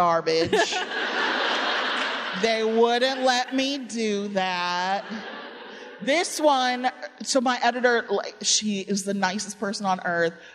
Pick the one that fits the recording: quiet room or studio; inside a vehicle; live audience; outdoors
live audience